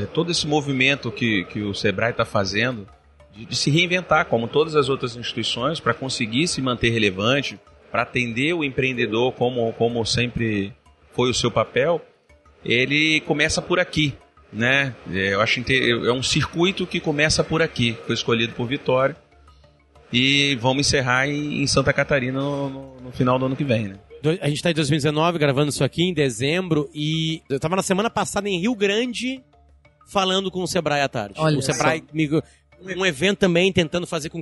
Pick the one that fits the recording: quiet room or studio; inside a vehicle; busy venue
busy venue